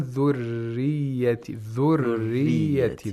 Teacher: The tapping sound followed by the dragging sound of the tip of the tongue backward · Term: inhiraf of the ra